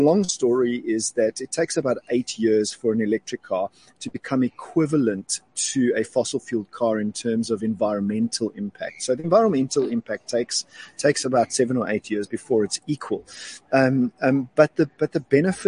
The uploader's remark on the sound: Live from Cape Town, where AutoTrader is hosting their hybrid survey, alongside a bunch of really cool EVs from various manufacturers.